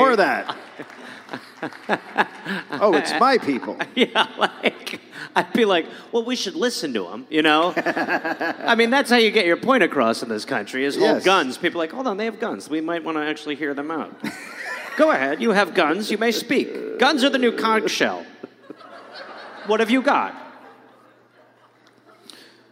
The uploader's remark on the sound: Recorded live in Madison.